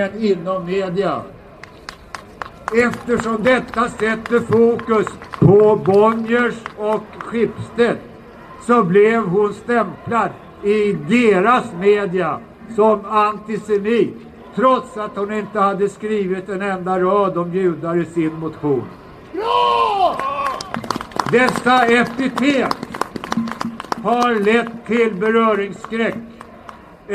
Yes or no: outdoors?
yes